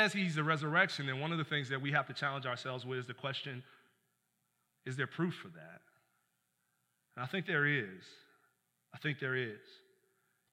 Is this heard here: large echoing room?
yes